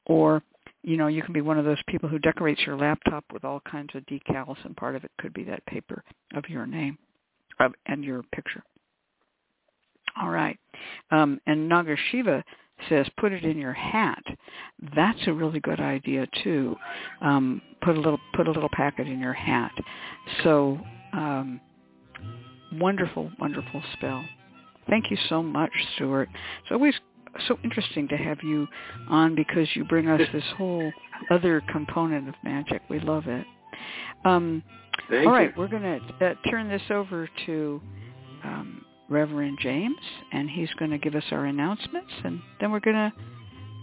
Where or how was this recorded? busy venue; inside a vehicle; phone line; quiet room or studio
phone line